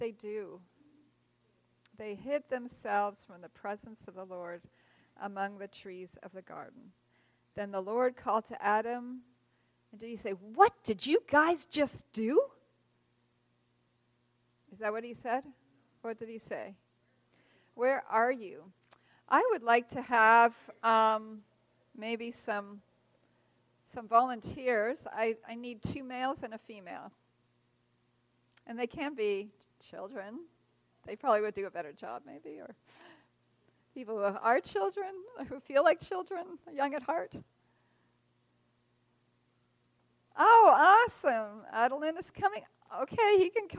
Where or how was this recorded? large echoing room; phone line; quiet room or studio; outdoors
large echoing room